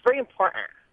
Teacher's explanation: They'll say important with no T's.